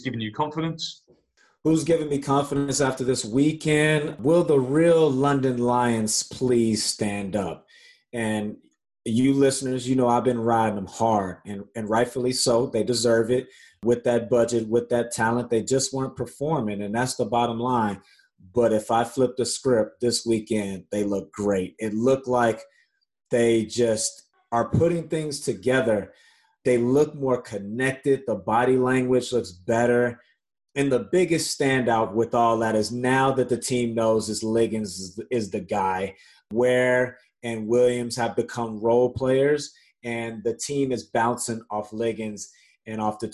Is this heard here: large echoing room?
no